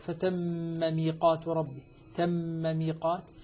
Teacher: وأيضا المثقل، المثقل هو المشدد، الحرف المشدد مثل فتم ميقات ربي، تم ميقات، الميم مع الميم ملتقية في الخط، لكنها الحقيقة هنا الميم المشدد عبارة عن ميمين، فإذا أدغمت صارت ثلاث ميمات مع بعضها، وهذا لا لا لا لا، لا يستقيم في اللغة، لا يستقيم.